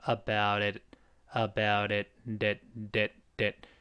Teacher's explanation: 中间那个 t 发 d 的声音，最后那个 t 舌头贴上去，失去爆破 · Term: 浊化